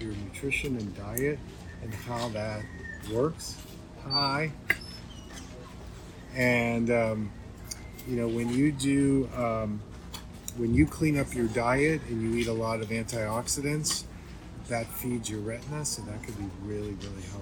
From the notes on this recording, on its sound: I wanted to share this live I did while consulting and teaching in Hawaii. We are live and book signing here for a little bit and had some great folks coming by.